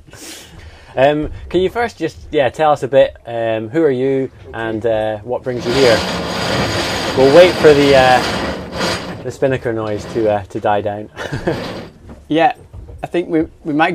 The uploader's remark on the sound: While racing on the boat Opportune in the 2023 Scottish Islands Peaks Race. We recorded the episode while sailing on Opportune.